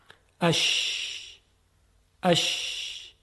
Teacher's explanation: هوا از فاصله تنگی که بین وسط زبان و کام ایجاد شده است عبور میکنه · Term: شین